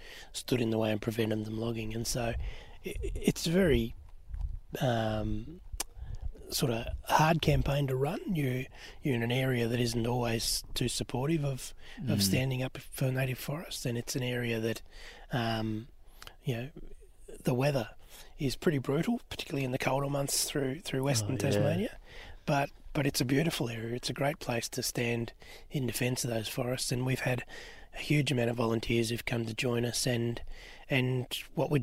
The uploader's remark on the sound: THIS episode was recorded on takayna land in lutruwita (otherwise known as Tasmania). We sat down in the rainforest at the defender's camp.